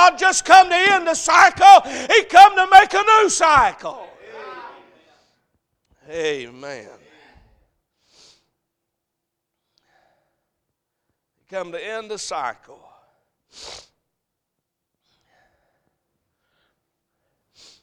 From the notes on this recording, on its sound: Sunday AM. A message preached at Crossroads Baptist Church.